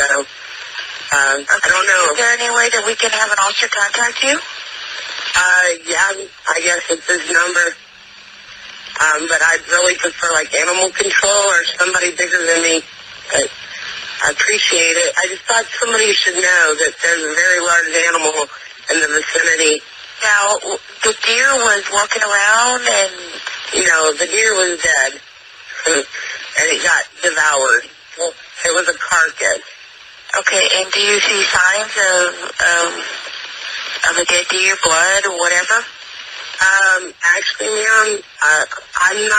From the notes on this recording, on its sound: San Antonio police have released a 911 dispatch call reporting a Bigfoot sighting. The audio recording between a dispatcher and the homeless couple lasts more than eight minutes.